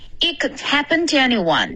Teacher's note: 这个 it 的音你是更用力的送气